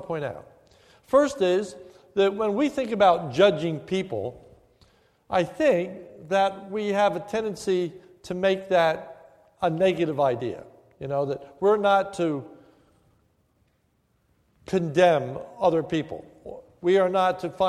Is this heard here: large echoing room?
yes